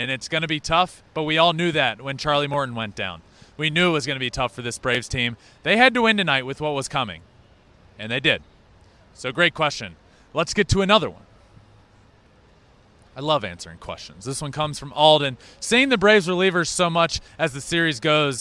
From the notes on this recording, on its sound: LIVE from Game 3 of the World Series at Truist Park in Atlanta! BRAVES HOME FIELD ATMOSPHERE.